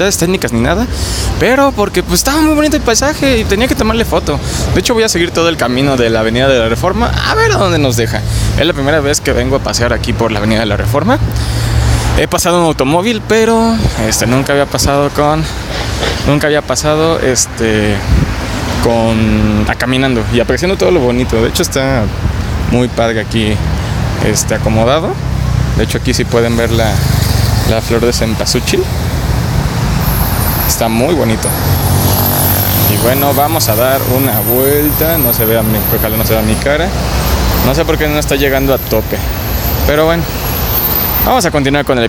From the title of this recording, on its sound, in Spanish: Grabado en Avenida Paseo de la Reforma